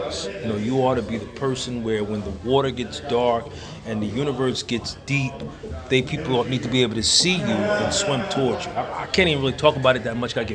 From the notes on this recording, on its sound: during the Black Cannabis Juneteenth event at HUB-13 Trenton NJ